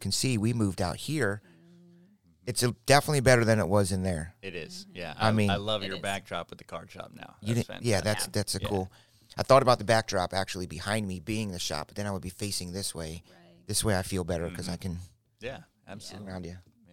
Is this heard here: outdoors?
no